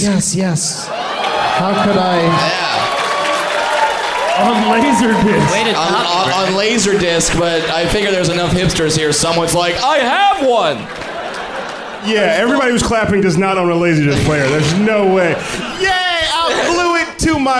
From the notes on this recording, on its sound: Live from Cobb's Comedy Club in San Francisco on All Hallow's Eve Eve.